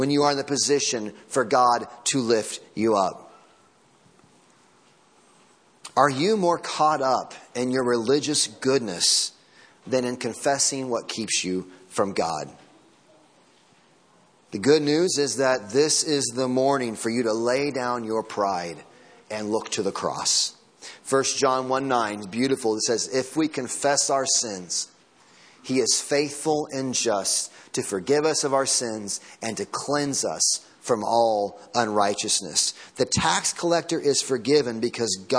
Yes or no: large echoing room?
yes